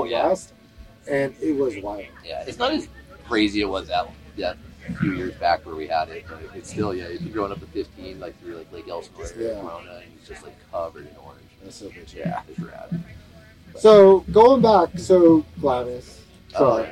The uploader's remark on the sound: Completely bomb the sound mix on this one. Sound quality issues aside. Out in a very unique location, Lasertown, out in in Johnson Valley thanks to Mythosaur Motorsports who threw a very cool wheeling event in the middle of the desert.